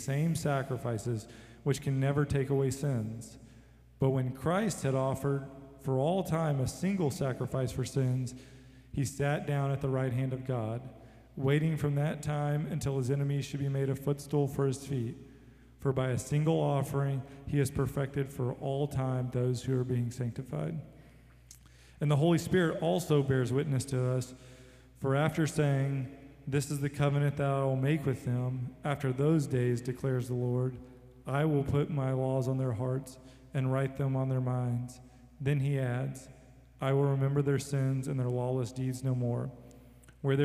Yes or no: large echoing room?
yes